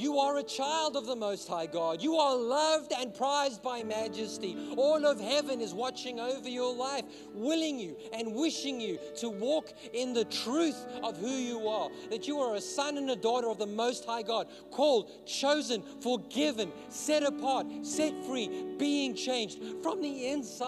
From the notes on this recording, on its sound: In this message I preached at Revive Church.